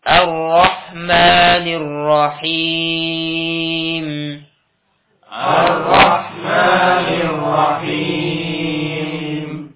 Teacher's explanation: الرحيم الرحمن الرحيم يا دي راء harus jelas ya راء harus jelas ya jangan sampai dibaca Allahmanir Rahim ya jadi harus jelas getarannya pada ra ya pada huruf ra harus jelas dan jangan pula terlalu banyak getaran Ar-Rahmanir Rahim ya.